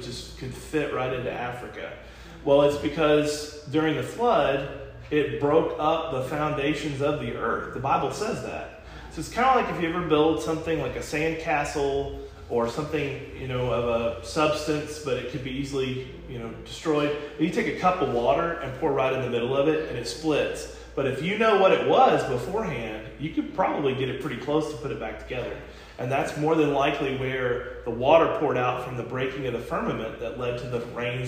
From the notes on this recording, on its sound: This podcast was recorded at the Summerdale Church of Christ.